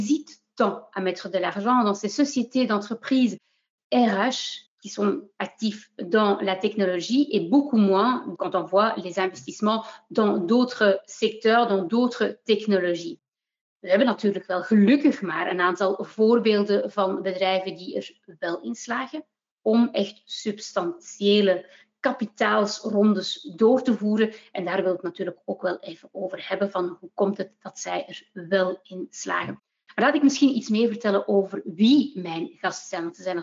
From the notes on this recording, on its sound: This episode of HR Talks is a recording of a panel discussion that took place during the recent Virtual HR innov & tech Day (powered by HRMinfo).